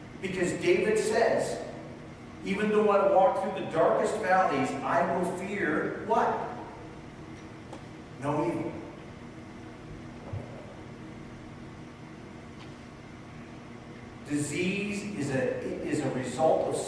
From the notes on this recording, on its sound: (Sorry for the poor audio this week, we had some technical challenges this past Sunday).